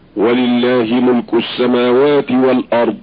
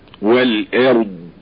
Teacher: لابد من ترقيق الهمزة وإظهار الضاد واستطالتها · Shown in: second take